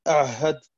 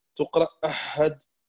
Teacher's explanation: لولا الجهر في العين لصارت حاء · Shown in: first take